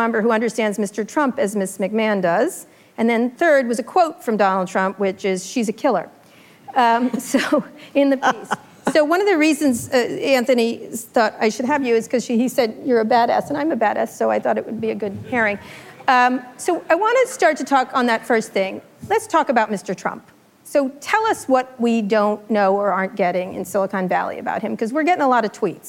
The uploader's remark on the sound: Live at Code 2018